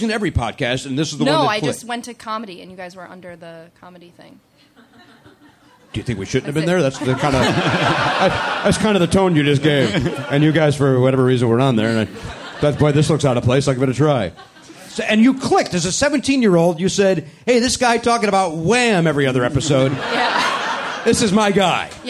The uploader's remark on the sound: Recorded live at Helium Comedy Club in Philadelphia, PA.